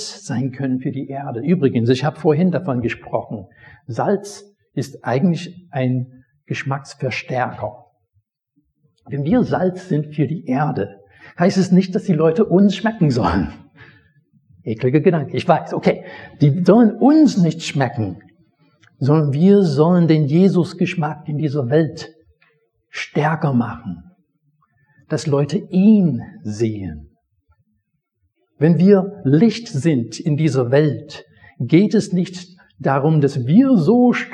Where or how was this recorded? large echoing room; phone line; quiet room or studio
large echoing room